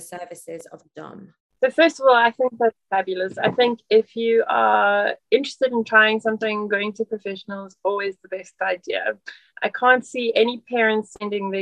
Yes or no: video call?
yes